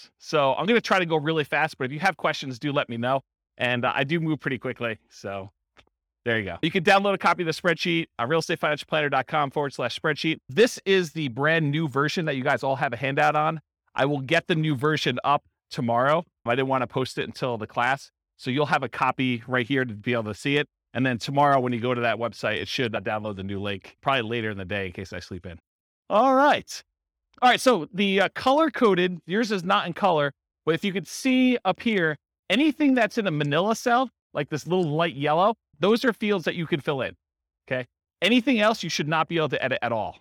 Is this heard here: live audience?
yes